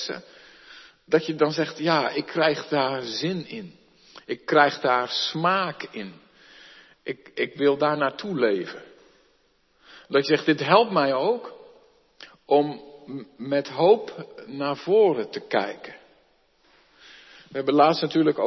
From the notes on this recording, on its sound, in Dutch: De preek is op 23 oktober 2022 opgenomen in de Maranathakerk te Groningen